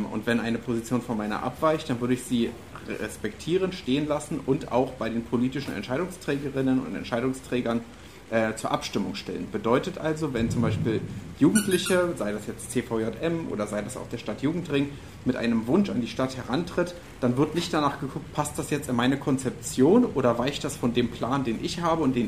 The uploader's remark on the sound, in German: Audio-Zusammenschnitt: Dinner4Two-Veranstaltung. In Lüneburg.